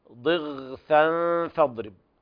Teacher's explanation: فالغين هنا أقل مرتبة في التفخيم، لا تفخم بقدر عالي